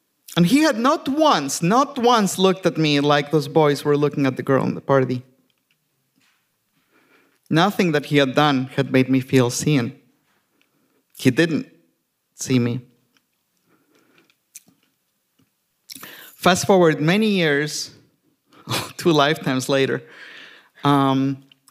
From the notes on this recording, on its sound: Recorded at The Alberta Rose Theatre in Portland, OR on December 15, 2019.